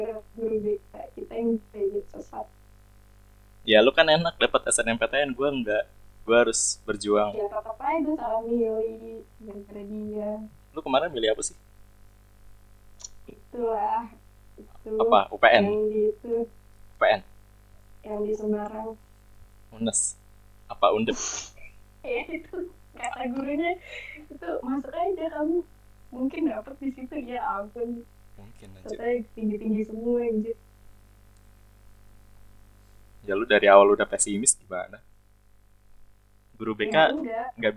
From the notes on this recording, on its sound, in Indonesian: Audio yang jelek membuat kita semakin yakin dalam bergibah ria.